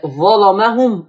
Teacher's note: ظلموا اللام مغلظه مفتوح شوفوا ظلمهم اللام مغلظه